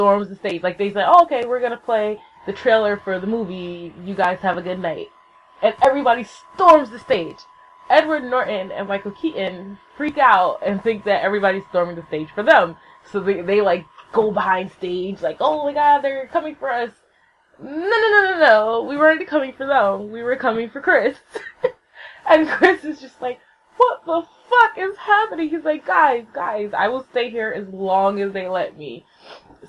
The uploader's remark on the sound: The sound quality is a little funky. I didn't realize how loud the laptop is, but I cleaned it up the best I could, sorry.